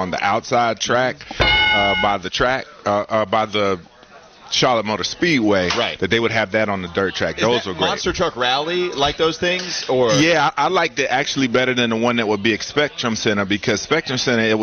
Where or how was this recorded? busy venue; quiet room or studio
busy venue